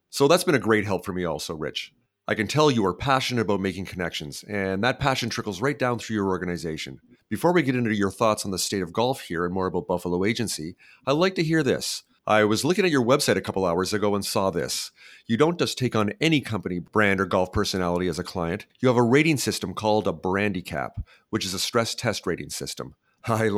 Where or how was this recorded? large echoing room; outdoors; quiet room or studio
quiet room or studio